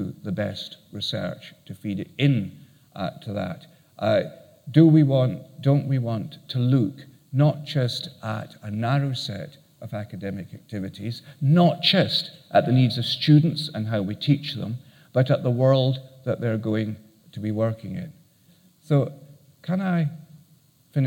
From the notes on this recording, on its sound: Keynote at SRHE Annual Research Conference 2017